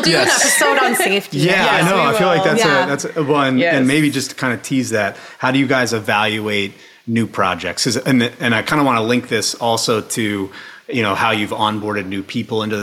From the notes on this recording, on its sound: Live from NYC. This two-part episode recorded at NFT NYC.